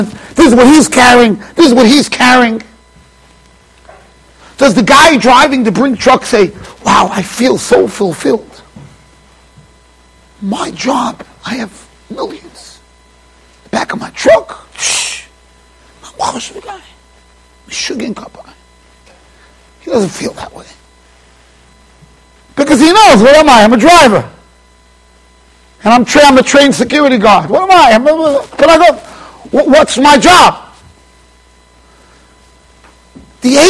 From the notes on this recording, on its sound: Shiur recorded in Yeshivas Ohr Reuven, Monsey NY.